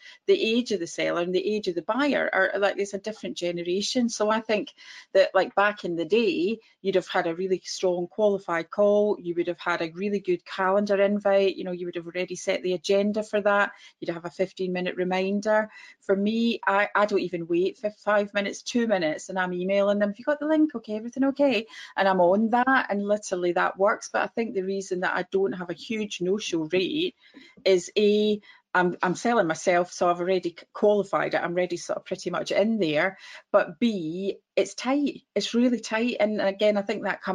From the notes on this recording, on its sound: This episode of the B2B Sales Playbook Podcast is the audio from our previous webinar.